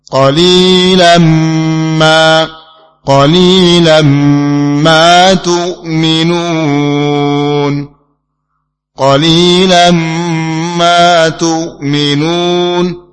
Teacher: Kan huruf qaf adalah huruf isti'la. Tanwin bertemu mim adalah idgham bigunnah kamil.